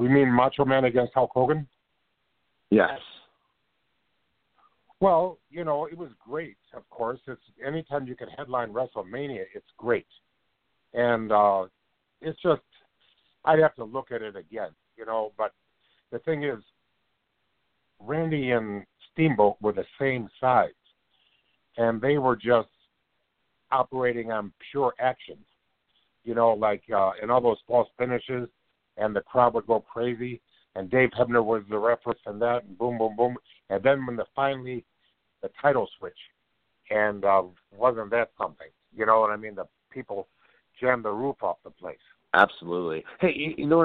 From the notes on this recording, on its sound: we'll be taking your calls live!